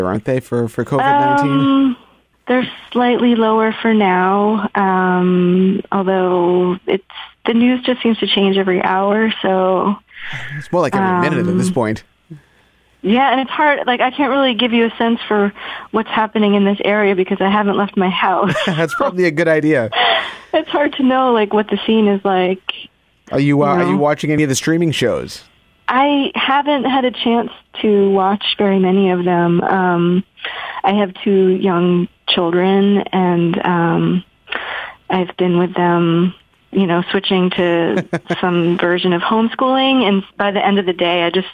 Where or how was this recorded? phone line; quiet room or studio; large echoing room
phone line